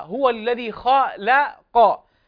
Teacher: الخاء هنا مفخمة واللام بعدها بعد الخاء مرققة، ثم بعده القاف وهي مفخمة، فيأتينا مفخم ثم مرقق ثم مفخم، وهذا يحتاج إلى دربة في اللسان، يحتاج إلى دربة حتى تخرج الحروف من مخارجها الصحيحة.